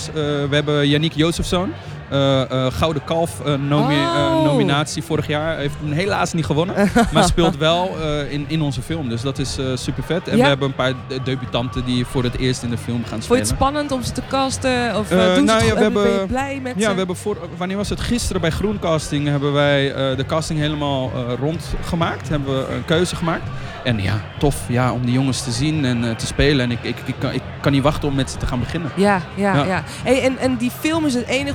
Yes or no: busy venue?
yes